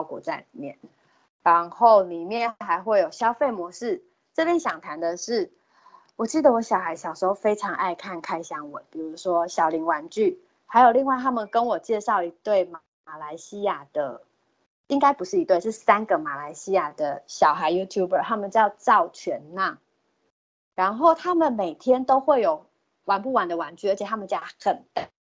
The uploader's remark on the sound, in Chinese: 此為線上課程錄音檔